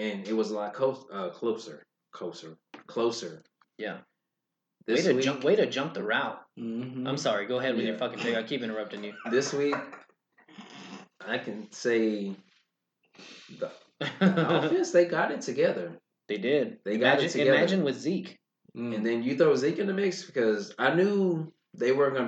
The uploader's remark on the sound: The computer glitch episode. This week our audio was screwed up.